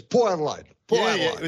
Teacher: There's no T. There are zero T's in Port Adelaide. Poor and A become one vowel sound.